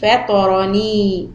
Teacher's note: So, ta and ra are heavy, and noon we are going to stretch only to two harakat. If we stop, if you continue, then make the full mad of four.